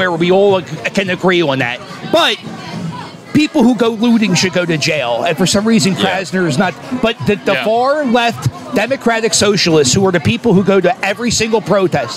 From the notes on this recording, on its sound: broadcast LIVE from Citizens Bank Park from the Phillies Block Party